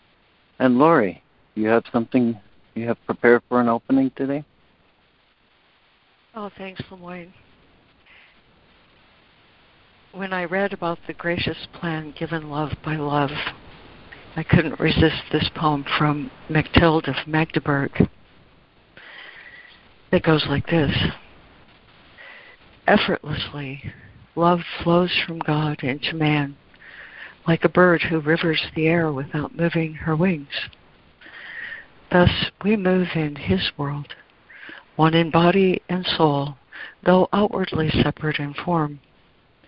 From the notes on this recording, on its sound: ACIM Daily Conference Call